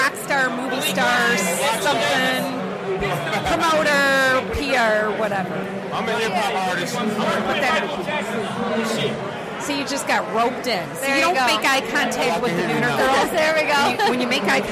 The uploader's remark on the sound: The Nooner Show Live from the Detroit Music Awards.